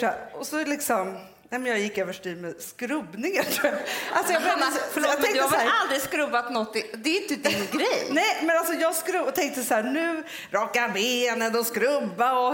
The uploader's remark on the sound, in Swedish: inspelning inför 600 personer på Rival